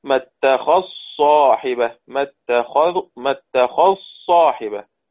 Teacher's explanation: الصاد من صاحبة، الذال تدغم فيها هكذا، ما اتخذ صاحبة، ما اتخذ صاحبة، بإدغام الذال في الصاد